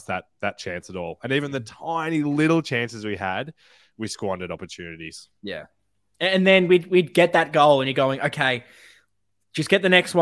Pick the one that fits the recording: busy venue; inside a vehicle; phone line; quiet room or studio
quiet room or studio